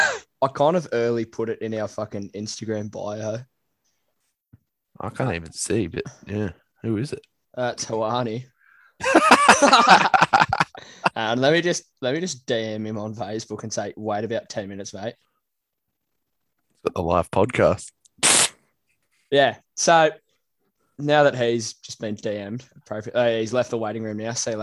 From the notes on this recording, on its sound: Reminiscing and opening the Zoom up to the world.